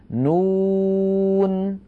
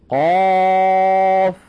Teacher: كل واحد منها ينطق اسمه على ثلاثة أحرف، أوسطها حرف مد ويمد مدا لازما بمقدار ست حركات